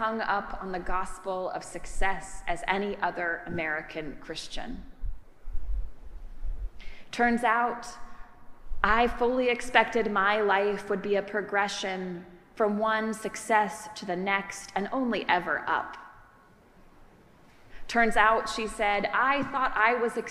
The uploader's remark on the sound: Preached at our celebration of the Holy Eucharist on the Tenth Sunday after Pentecost.